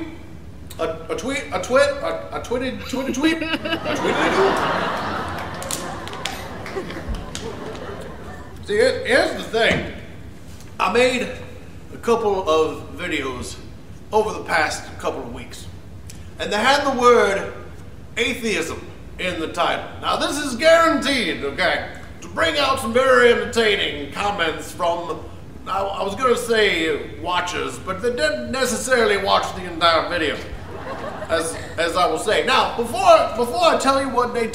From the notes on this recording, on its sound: Live from the Underground. Performed to a sold out crowd at the Underground.